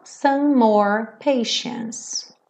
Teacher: Dois M's eu acabo juntando num M só